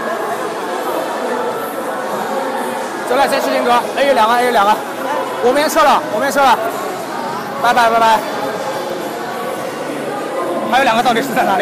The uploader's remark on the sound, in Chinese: China Joy 现场实况